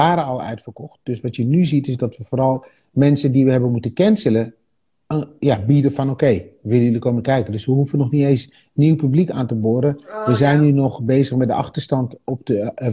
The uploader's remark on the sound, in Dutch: Insta LIVE.